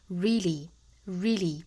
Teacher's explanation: 英音呢会倾向于把它发成 really,也就是一个长元音 e